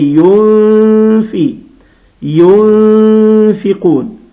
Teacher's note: النون ساكنه صحيح بس بعدها حرف مرقق، يبقى الغنه ترقق لان الفاء من حروف الترقيق